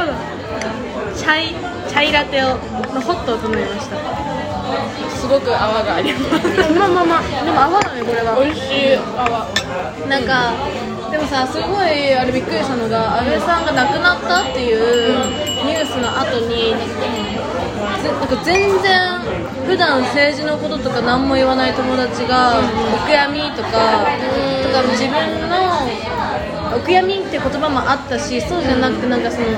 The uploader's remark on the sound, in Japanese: 今回大分ガヤいです。ちゃんとした録音環境を作りたい、ピンマイク？いやしかしこのガヤガヤ感もいいのか？